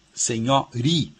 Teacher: Então a palavra coisa não tem acento, a palavra menina não tem acento, a palavra palma não tem acento, a palavra senhora não tem acento, mas de qualquer maneira, na palavra senhorinha, por exemplo, a sílaba tônica de senhorinha, a sílaba mais forte é ri, senhori. E a sílaba anterior, que é a sílaba tônica da primitiva, que é senhora, né?